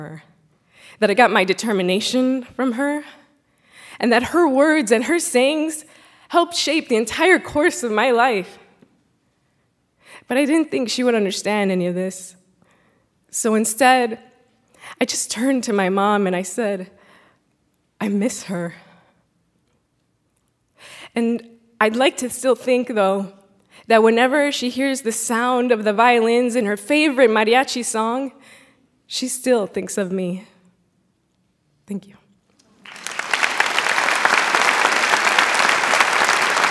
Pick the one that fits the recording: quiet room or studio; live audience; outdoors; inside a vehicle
live audience